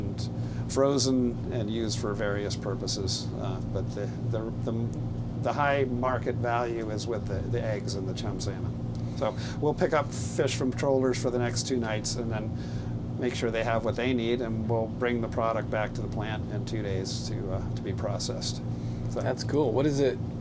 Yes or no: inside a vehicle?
yes